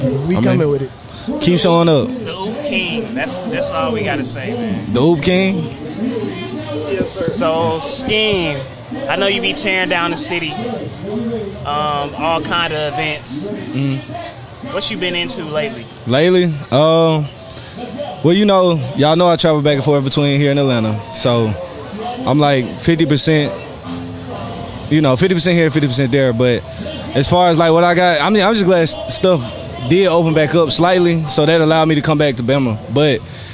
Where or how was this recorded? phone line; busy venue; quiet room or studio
busy venue